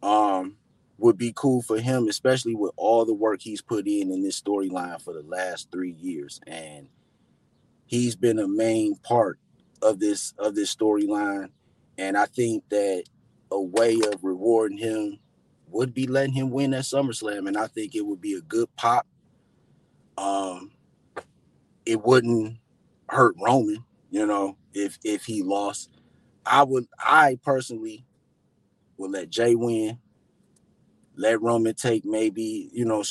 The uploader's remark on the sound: I did this episode from my car